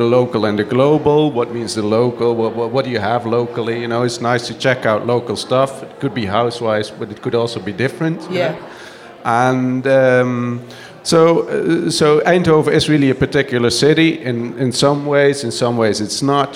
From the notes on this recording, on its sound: We broadcast live from Artspace for Volumes: Another Art Book Fair. Live broadcast from Artspace for Volumes: Another Art Book Fair.